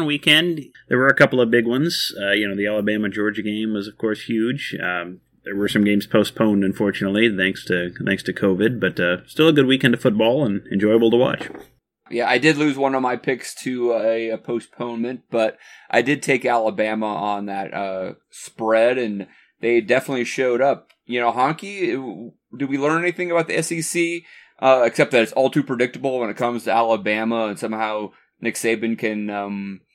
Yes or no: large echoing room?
no